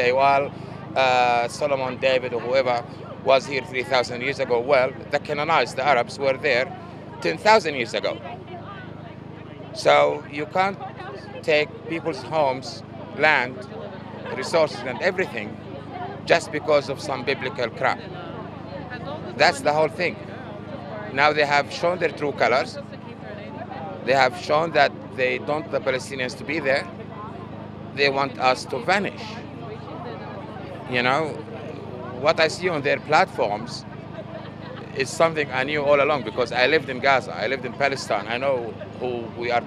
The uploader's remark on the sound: Some voices from the Coburg rally held on Thursday